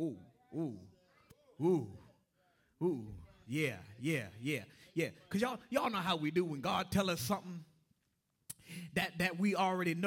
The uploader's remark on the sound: Broadcast Ministry of First Antioch Baptist Church